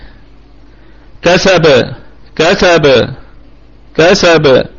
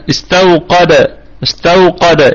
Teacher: درجات القلقلة: المشدد المتطرف قلقلة كبرى، والساكن المتطرف قلقلة وسطى، والساكن المتوسط قلقلة صغرى.